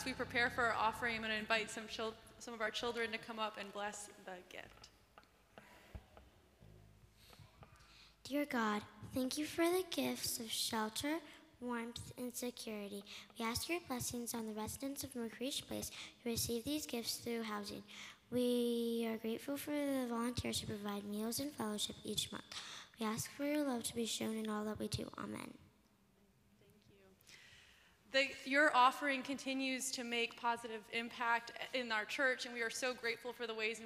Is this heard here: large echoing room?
yes